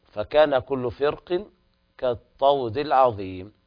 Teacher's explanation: وجوب التفخيم في راء فرق